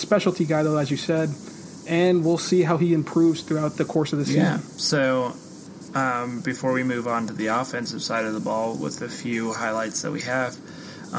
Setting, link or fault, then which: fault, background noise